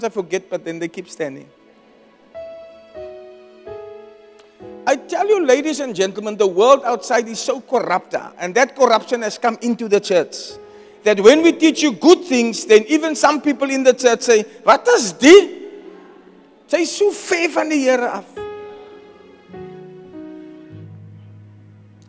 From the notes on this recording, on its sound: Preached at Zion Sanctuary